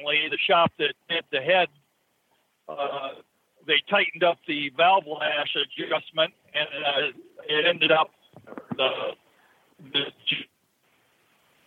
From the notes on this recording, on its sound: Call in Question and Answer Show.